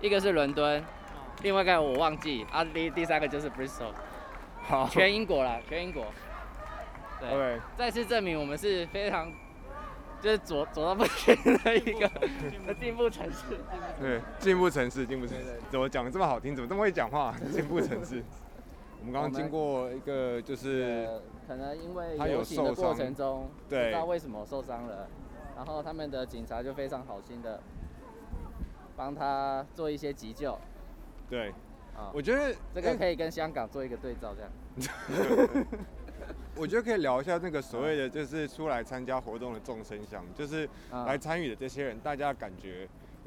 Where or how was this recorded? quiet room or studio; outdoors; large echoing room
outdoors